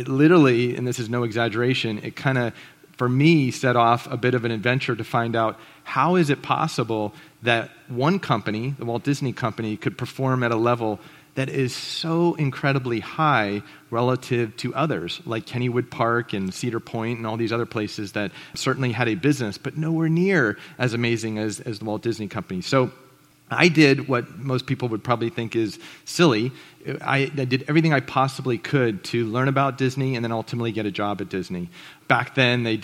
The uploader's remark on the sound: This presentation was recorded at The Scaleup Offsite, an event focused on scaling companies co-hosted by Greylock Partners and YC Continuity.